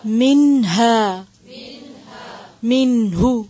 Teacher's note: جب آپ پڑھ رہے ہیں تو نون پر اظہار کریں گے لیکن قلقلہ نہیں کریں گے